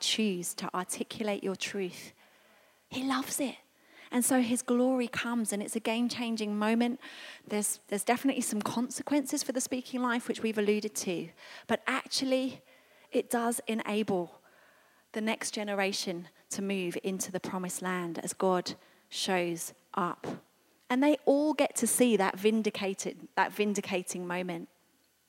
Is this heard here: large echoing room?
yes